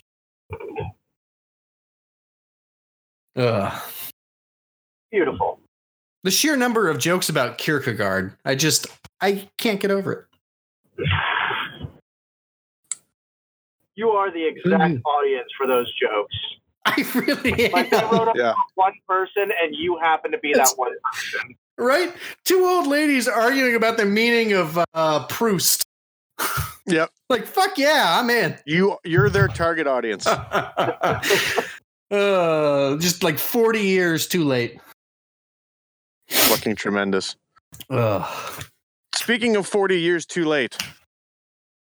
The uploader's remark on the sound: This week we experiment with what we can do with discord, recording on the go millions of miles apart while driving.